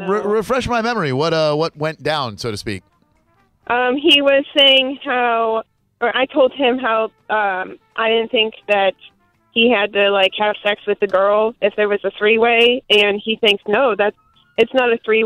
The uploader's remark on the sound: Phone-A-Friend. LIVE.